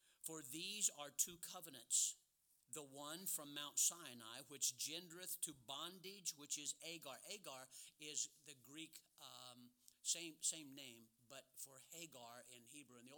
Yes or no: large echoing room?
yes